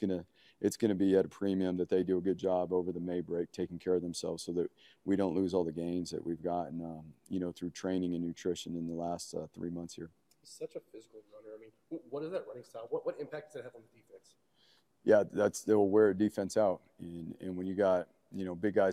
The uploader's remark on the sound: Live from The James after the Boise State football Spring Game. Bronco Nation News is live at The James Kitchen and Bar near Albertsons Stadium.